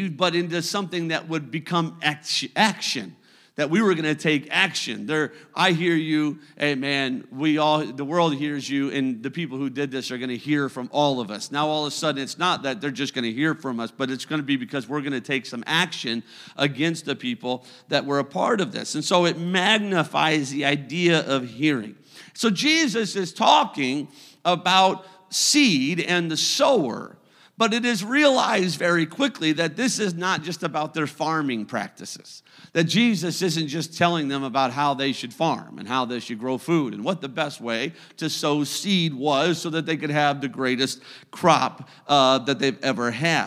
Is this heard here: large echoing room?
yes